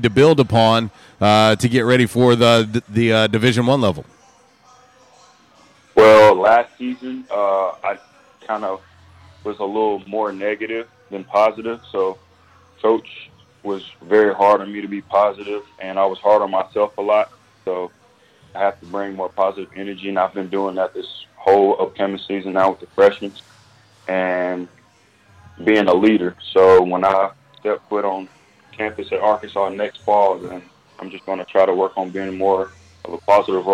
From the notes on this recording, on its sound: LIVE on the Back In Action Hotline. On RWRC Radio on 95.3 The Ticket/AM-970, Ritter Communications Tubetown 21!